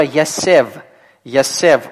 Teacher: Во втором слоге у нас долгий гласный «цере»